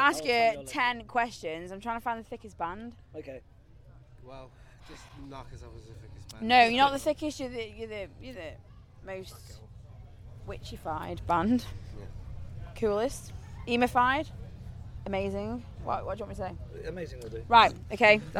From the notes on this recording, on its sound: For a quick chat after they played at RockWich Festival 2022. For a quick chat after they played at RockWich Festival 2022 on possibly the smallest stage they've ever played on!